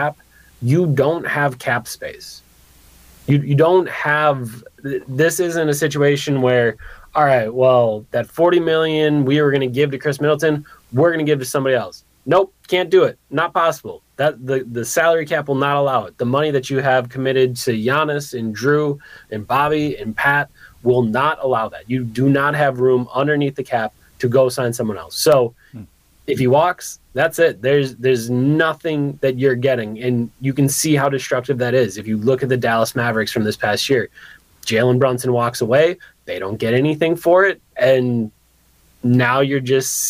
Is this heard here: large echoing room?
no